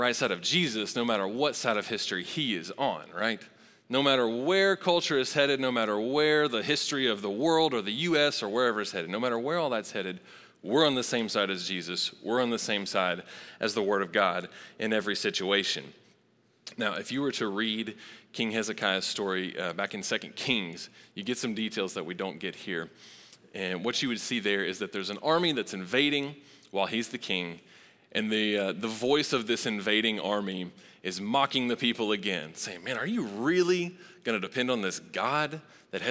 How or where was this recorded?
large echoing room